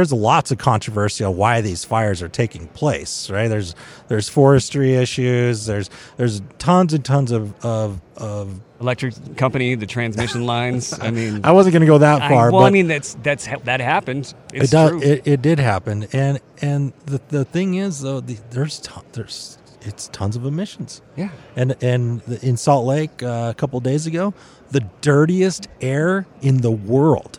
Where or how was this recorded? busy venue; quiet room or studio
busy venue